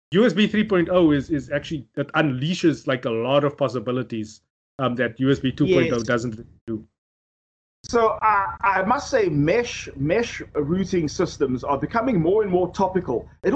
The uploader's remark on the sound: Recorded via Skype